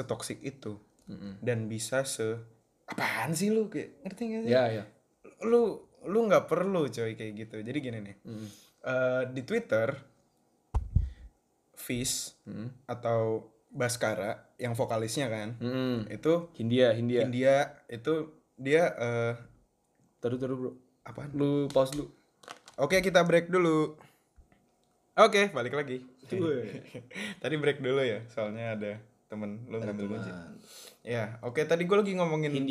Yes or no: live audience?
no